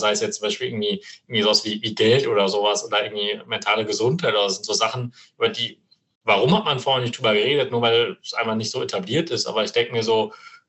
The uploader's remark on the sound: Live Online Meeting.